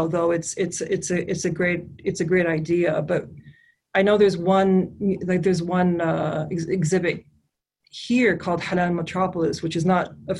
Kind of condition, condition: link, video call